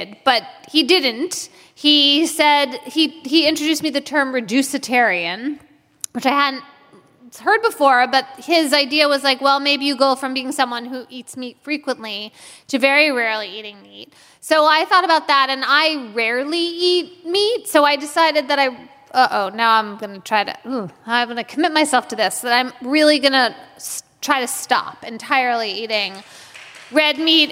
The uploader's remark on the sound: Live in Washington D.C.